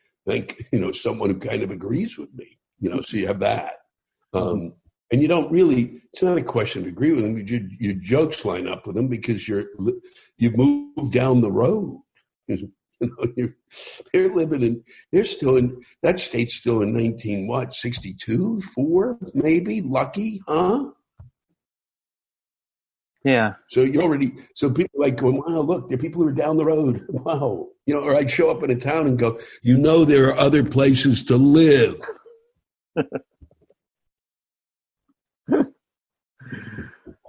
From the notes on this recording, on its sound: Spoke with me over Zoom.